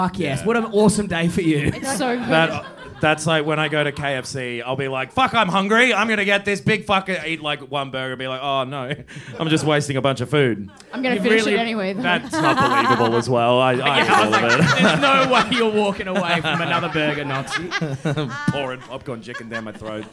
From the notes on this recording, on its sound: This is the first of our live shows for Melbourne comedy festival